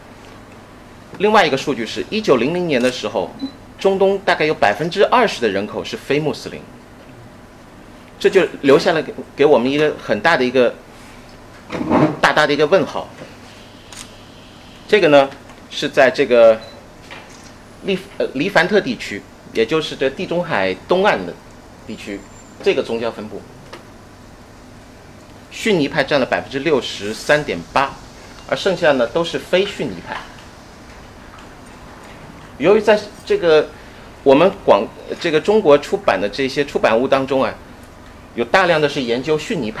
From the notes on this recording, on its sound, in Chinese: 本系列音频是由“复兴论坛”系列讲座录音整理而成